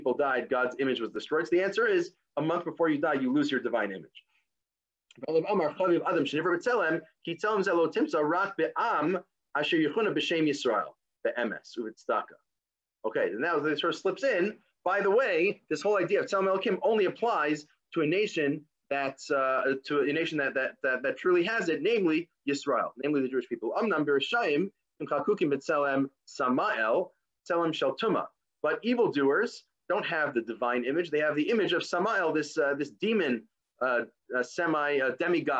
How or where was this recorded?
video call